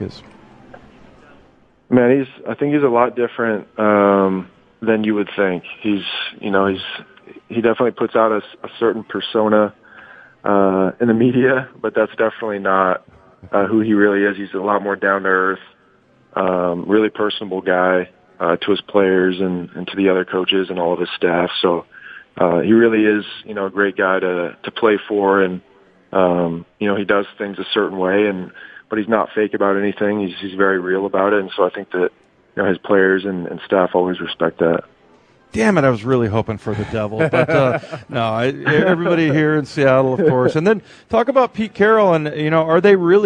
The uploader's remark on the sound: live at Snoqualmie Casino